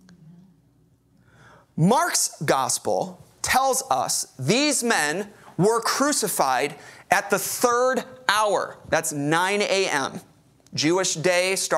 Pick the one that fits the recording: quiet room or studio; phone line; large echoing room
large echoing room